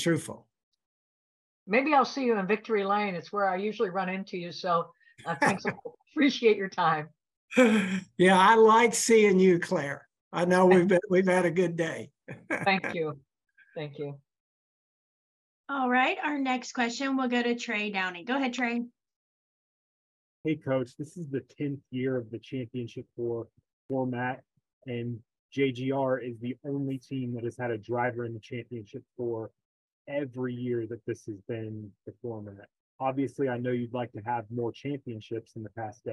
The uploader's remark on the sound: met with reporters via Zoom